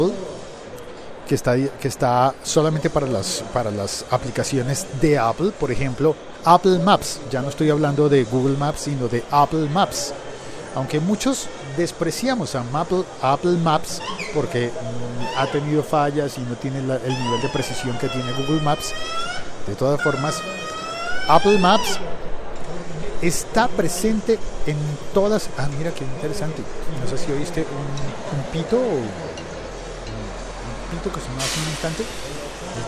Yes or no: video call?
no